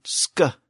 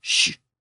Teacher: The original SK sound, sk, is pronounced in the back of the throat. But the newer SH sound, sh, is pronounced in the front of the mouth. So the sound shifted from the back of the throat to the front of the mouth.